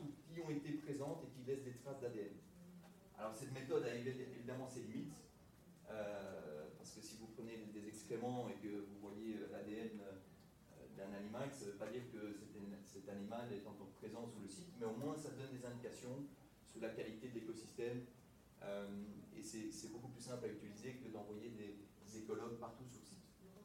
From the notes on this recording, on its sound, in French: Veuillez nous excuser de la qualité sonore de cet enregistrement, il y a eu un problème de micro ne relevant pas de notre responsabilité.